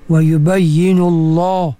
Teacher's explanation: Tapi bila dia duduk pada lafzul jalalah, lafaz Allah, ha, dia dibaca dengan tebal. · Term: lam yang tebal